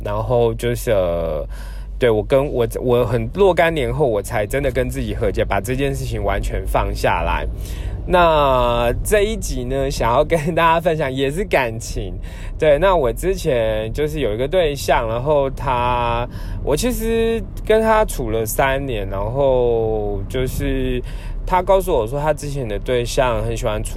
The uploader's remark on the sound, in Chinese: 本次換個空間：開車移動時錄音，有點雜音請見諒～。